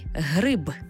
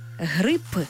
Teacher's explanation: Для цього запросимо слово-модель «гриб» з буквою «б». Але якщо ми звук «б» змінимо на глухий «п», вийде зовсім інше слово – «грип», тобто «хвороба».